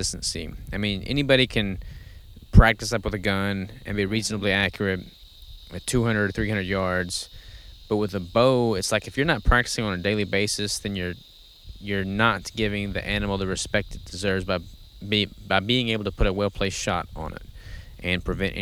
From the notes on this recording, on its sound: This 300th episode was recorded at my Family Farm next to the river